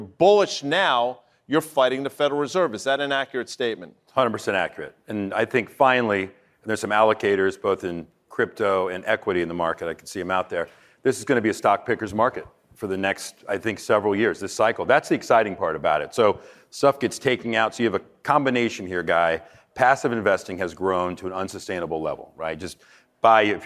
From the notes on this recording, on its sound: Live from the iConnections Digital Assets Forum in Miami.